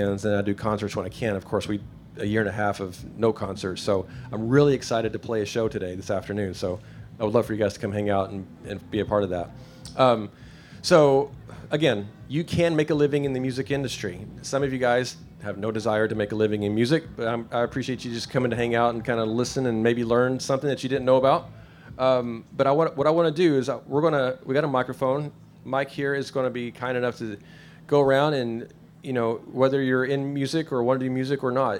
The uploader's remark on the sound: This week I’m talking with a live audience at Lifest in Osh Kosh, WI. Answering questions from the audience.